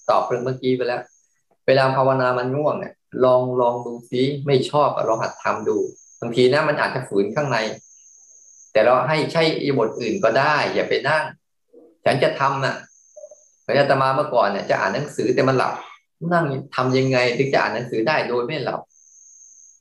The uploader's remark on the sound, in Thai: คอร์สออนไลน์ (ผ่านโปรแกรม Zoom)